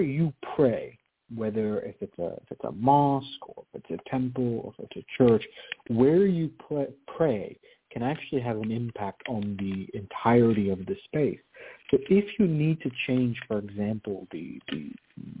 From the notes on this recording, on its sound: Is a real, live call-in show where the general public gets a chance to ask about actual problems.